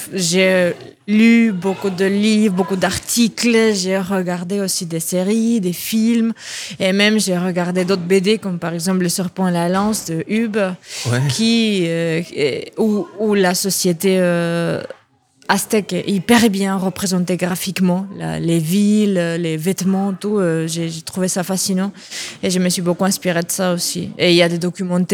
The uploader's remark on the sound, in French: Radio Alpa était présente ce dimanche 27 novembre à au centre l’Éolienne d’Arnage pour parler avec des auteurs à l’occasion du festival de la bande-dessinée !